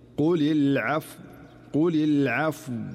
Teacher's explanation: فعلى سبيل المثال عند الوقف على كلمة العفو، نسمع البعض عندما يقف على هذه الكلمة قل العفو العفو، فتحركت الفاء فأصبحت مضمومة، ولكن الصحيح هو المحافظة على سكون الفاء فلا تتحول إلى ضمة أو فتحة. فالخطأ هو قل العفو أو العفو، وهذه كلها أخطاء.